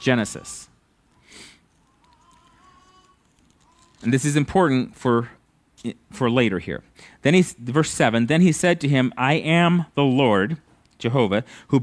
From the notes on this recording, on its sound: At Living Water Fellowship Denver's Sunday morning service on May 22nd 2022.